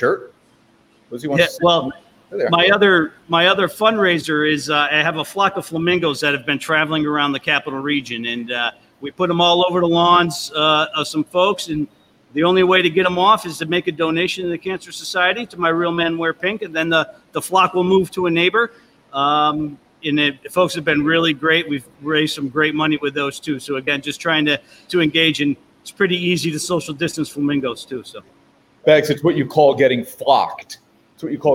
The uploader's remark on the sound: Live from Druthers Brewing Company in Saratoga Springs for the American Cancer Society's Real Men Wear Pink campaign.